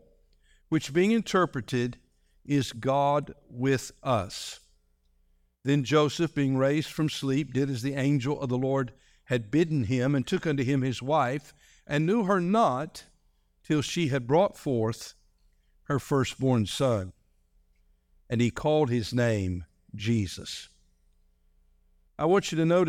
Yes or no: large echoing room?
yes